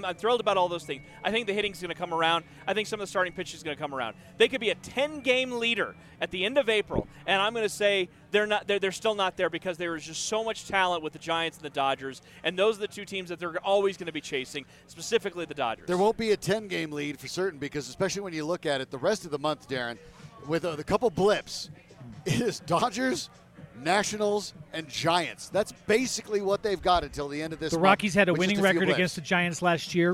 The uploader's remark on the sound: Recorded live at Tap Fourteen in LoDo.